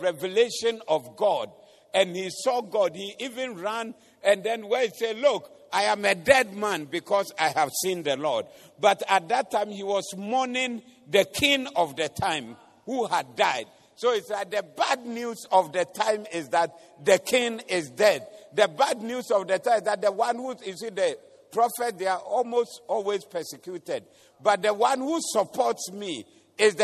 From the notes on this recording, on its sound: Preached at the Doxa Service